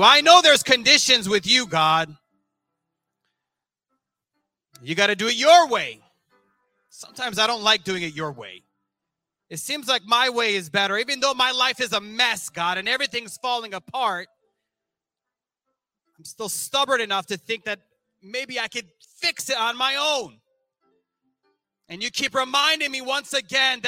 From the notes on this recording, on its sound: This sermon was recorded live on July 3rd, 2022 at Newark United Pentecostal Church.